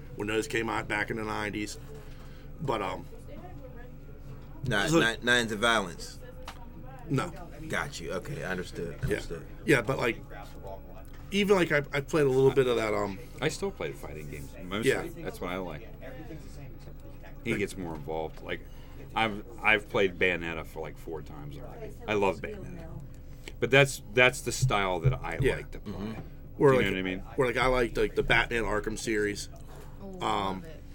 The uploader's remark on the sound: Live From The Nerd Korner. This week we are live at the Nerd Korner.